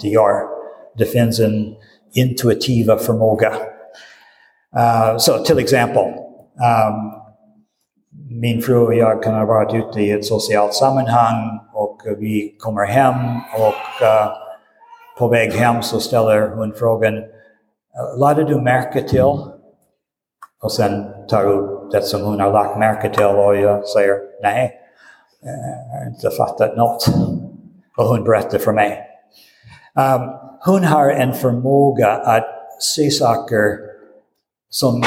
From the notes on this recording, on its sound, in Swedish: Inspelad i Roseniuskyrkan den 19 februari 2023.